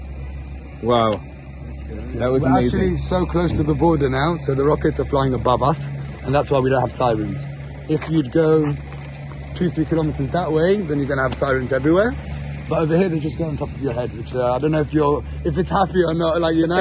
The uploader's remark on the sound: Live at the Israel-Gaza border.